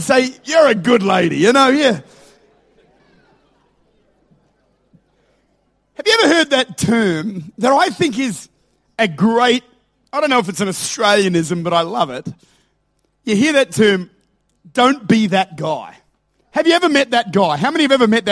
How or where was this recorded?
large echoing room